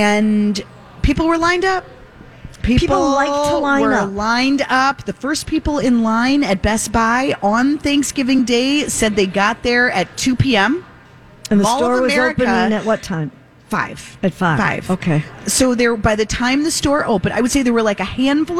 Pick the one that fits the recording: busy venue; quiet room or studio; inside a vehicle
busy venue